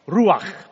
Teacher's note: And you got to get that guttural sound in there because it's important. You need a little bit of saliva in your throat. Ruach. R-U-A-C-H.